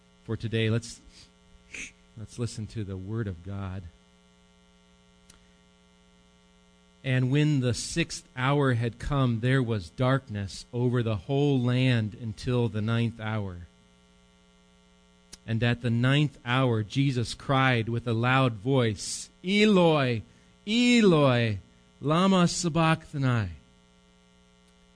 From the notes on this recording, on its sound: Recorded live at Bethany Bible Church on 11/4/18